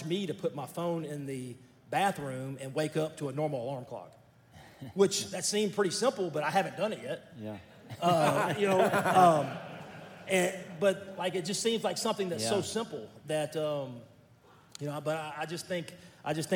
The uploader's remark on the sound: This episode is from Graystone Church’s 2nd Annual Men’s Conference.